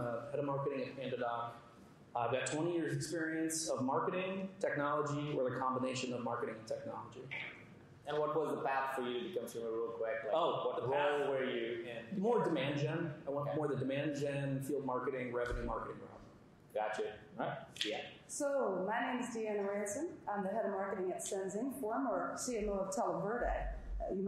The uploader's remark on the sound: Audience Q&A